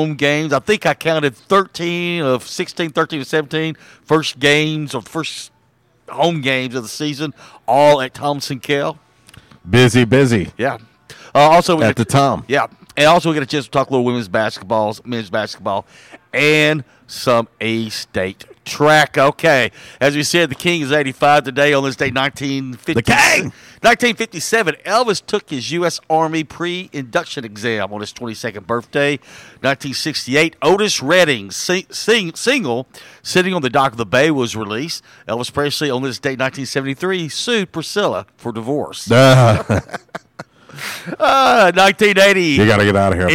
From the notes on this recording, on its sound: Was a “Women Rock Wednesday” LIVE from YesDog Grill! On The Ticket 95.3 Fm/970 AM, Ritter Communications Tubetown 21!